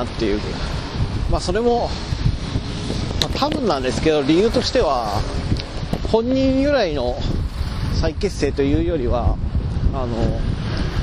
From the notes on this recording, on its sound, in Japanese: 自転車に乗って移動しながら。やっぱり聞きにくいので。